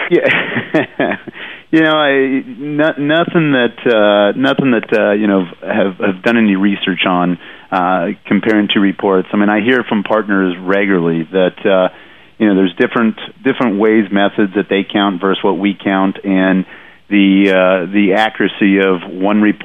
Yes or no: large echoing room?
no